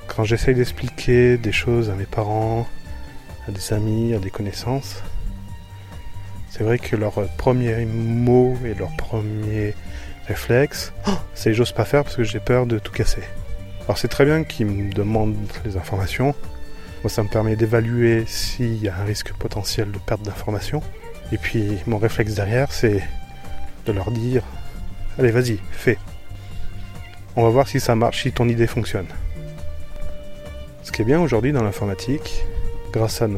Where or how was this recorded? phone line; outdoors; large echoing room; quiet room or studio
outdoors